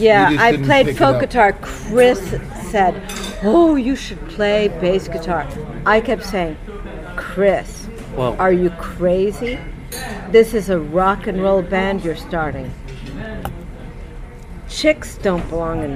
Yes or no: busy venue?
yes